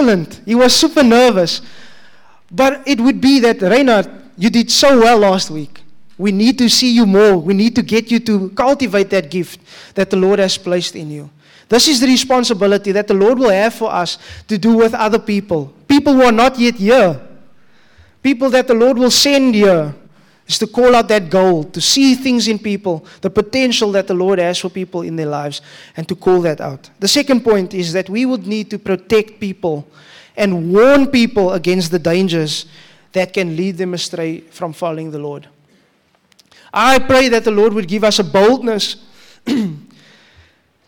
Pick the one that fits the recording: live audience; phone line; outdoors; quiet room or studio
live audience